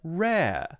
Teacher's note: The second R sound at the end of the word or the end of the syllable is instead more open